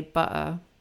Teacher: I use the glottal T probably when I'm relaxed and I'm at home. I'll just say butter instead of butter.